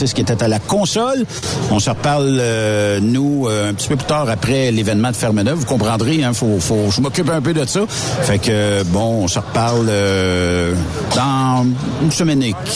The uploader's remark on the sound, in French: 25 Mai 2023 EXPOCAM. Aujoud’hui nous sommes en direct de l’expocam 2023 à Saint-Hyacinthe!